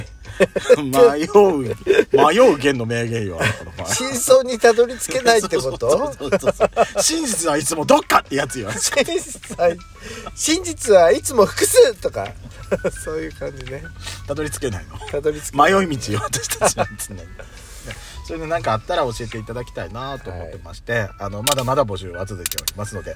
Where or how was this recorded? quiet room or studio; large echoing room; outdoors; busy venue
outdoors